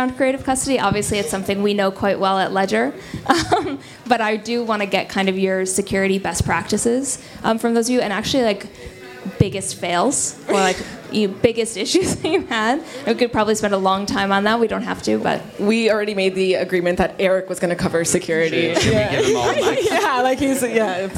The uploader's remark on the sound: During NFT Paris, in a room full of some of the best generative artists in the world, we recorded this one hour conversation